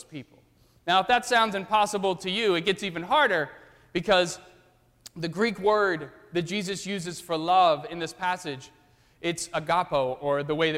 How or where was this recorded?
large echoing room